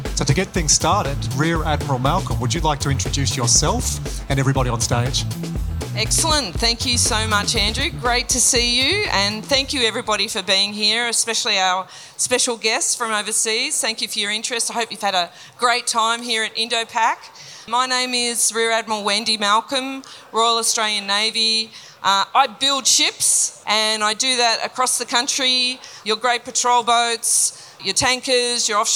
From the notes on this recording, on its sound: live interview at the Indo-Pacific Sea Power Conference in Sydney